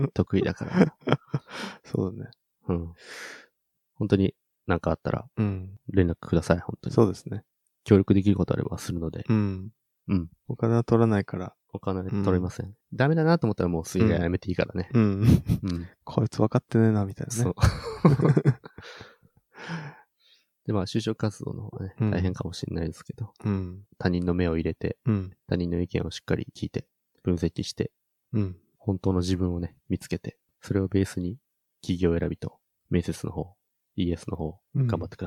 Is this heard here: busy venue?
no